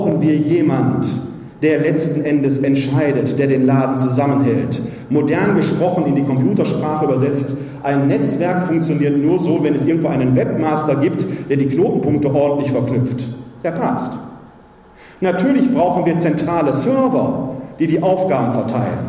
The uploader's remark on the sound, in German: Mitschnitt zur Veranstaltung „Laien – Säulen der Kirche!“. Im Pfarrzentrum von St.